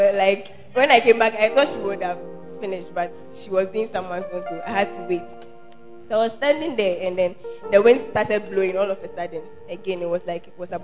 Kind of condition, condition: setting, large echoing room